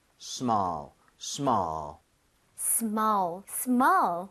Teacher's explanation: small보다는 어에 가깝게 네. 입모양을 벌려주면 되겠습니다.